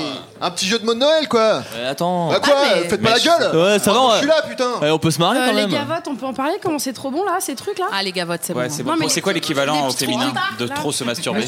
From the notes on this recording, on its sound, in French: Enregistré le 05 décembre 2018 au Pavillon des Canaux (39 Quai de la Loire, Paris 19e).